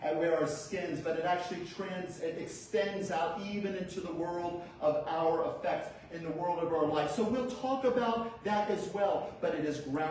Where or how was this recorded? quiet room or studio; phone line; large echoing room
large echoing room